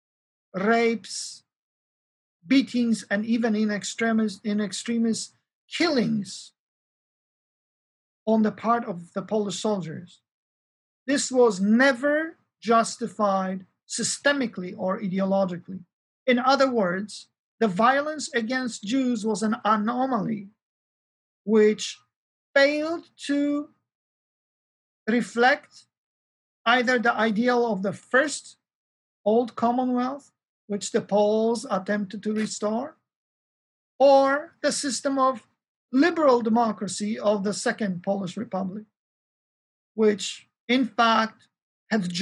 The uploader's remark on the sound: This lecture is a part of our 10th Annual Kościuszko Chair Spring Symposium in honor of Lady Blanka Rosenstiel.